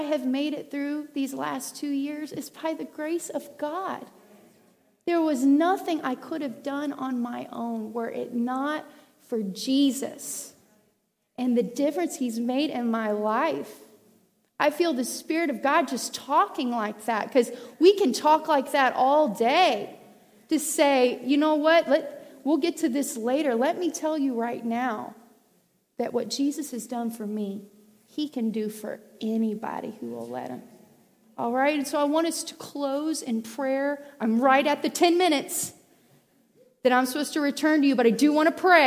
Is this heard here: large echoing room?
yes